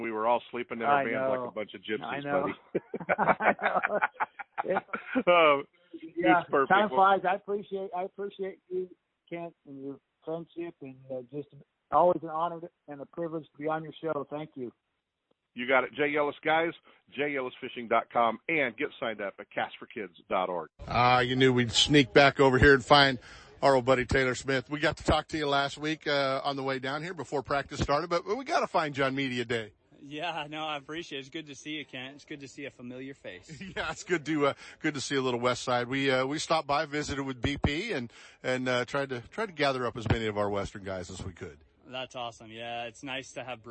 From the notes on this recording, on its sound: Live coverage at Bassmaster Classic